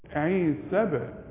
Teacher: والباء مدام عليها السكون لازم تقلقل. عيسى بن قلقلت الباء باء في الشفايف وافتحها طول تحصل قلقلة الباء.